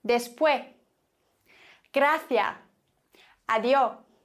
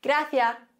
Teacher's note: Da wird einfach das S verschluckt am Ende.